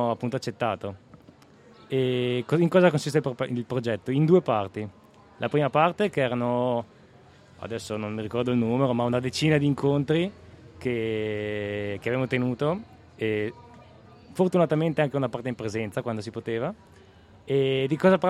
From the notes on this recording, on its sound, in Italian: Le interviste dell’Agenzia di Stampa Giovanile al Festival dell’Economia. In diretta dalla piazza che cresce della Fondazione Demarchi.